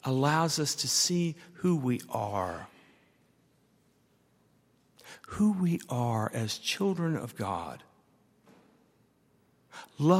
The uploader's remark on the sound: At Highland Baptist Church.